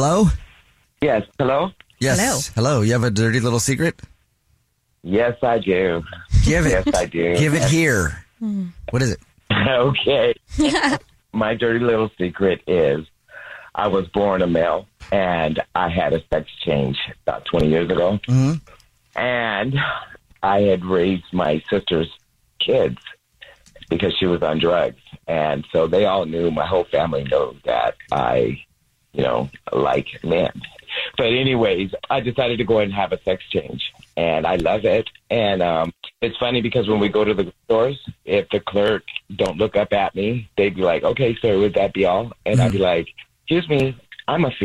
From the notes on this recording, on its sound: The guy on the Phone